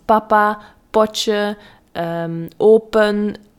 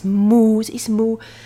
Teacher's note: de P en de M zijn woordjes die heel vaak samen worden geleerd, omdat die alle twee met de lippen worden uitgesproken.